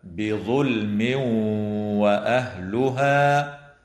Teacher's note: ويدغم التنوين في الواو مع الغنة